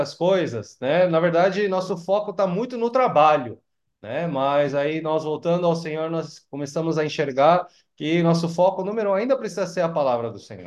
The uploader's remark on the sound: Zoom meeting.